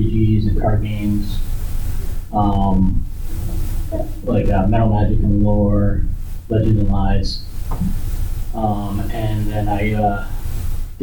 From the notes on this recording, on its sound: Recorded at Metatopia 2023